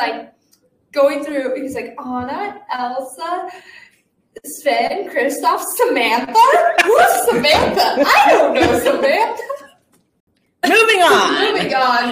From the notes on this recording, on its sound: Mind any technical issues or wonky parts of the episode, we're going through a learning curve.